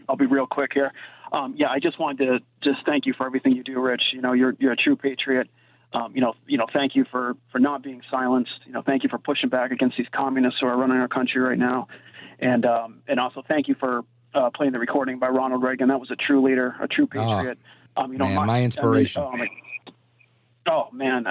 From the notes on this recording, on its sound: your calls in open phones across America